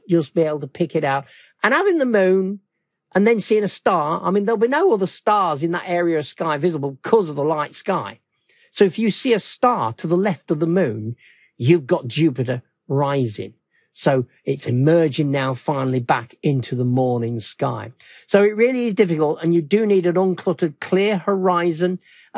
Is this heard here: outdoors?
no